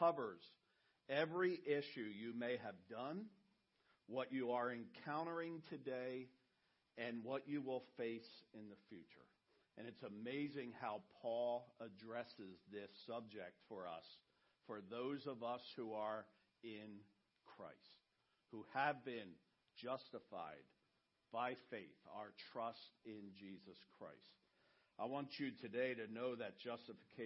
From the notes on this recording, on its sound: message he preached at Redeemer